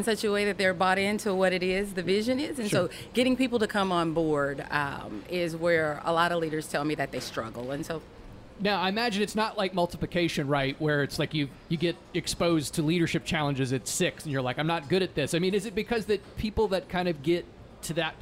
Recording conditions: busy venue